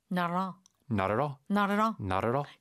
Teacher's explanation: it's three words, but they say it almost like it's one word